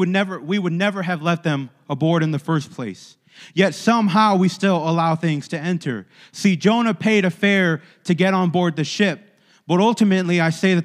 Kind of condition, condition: setting, large echoing room